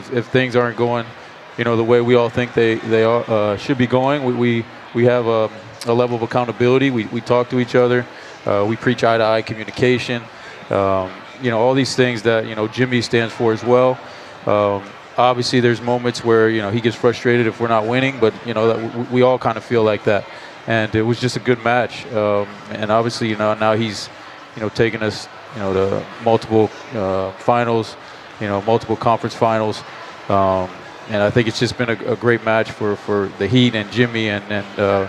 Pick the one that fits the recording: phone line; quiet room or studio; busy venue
busy venue